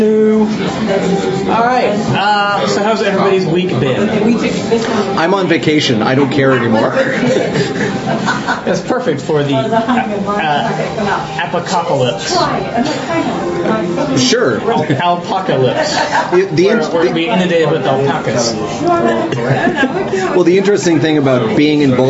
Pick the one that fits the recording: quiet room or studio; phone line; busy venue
busy venue